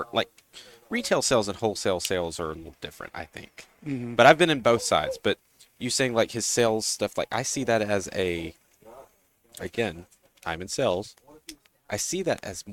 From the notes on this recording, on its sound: Recorded live from the 7-20-4 Lounge!